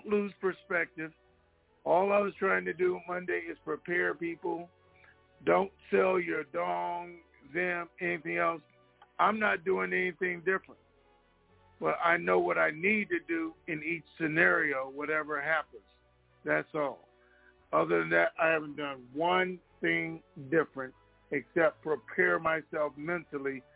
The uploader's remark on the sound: TNTSuperfantastic Conference Call - Wednesday, May 25, 2022.